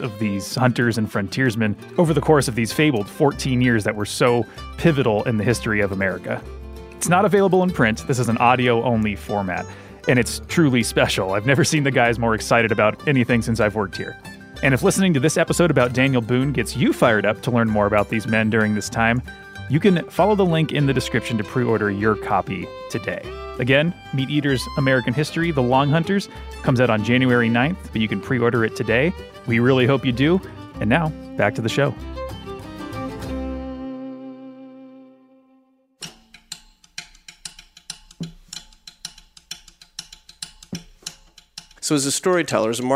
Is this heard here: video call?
no